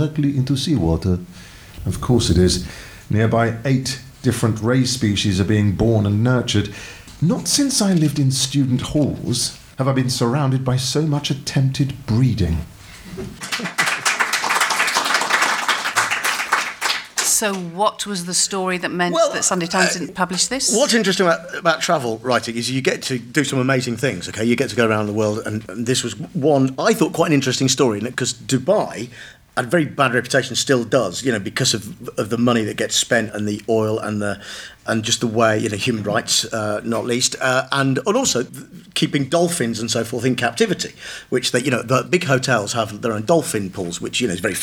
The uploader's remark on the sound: Recorded in front of a live audience.